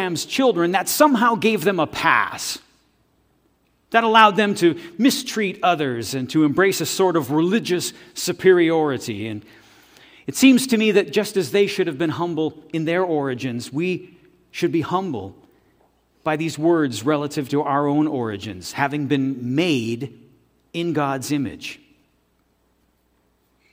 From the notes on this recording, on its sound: This audio is taken from the November 5, 2023 worship service at FBC Charlottetown.